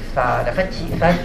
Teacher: Quand j'utilise la consonne F en français, les linguistes vont dire c'est une labio-dentale. Labio parce que ce sont les lèvres et dentale parce que ce sont les dents. Et donc, lèvres du haut touchant les dents du bas, la façon de faire, la fatigue.